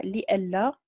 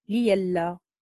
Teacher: أما الإمام ورش فقرأ بإبدال الهمزة ياء، لئلا، لئلا. إذن قالون قرأ بتحقيق الهمزة · Shown in: first take · لئلا، والإمام ورش يخالف، إذن قرأ ليلا.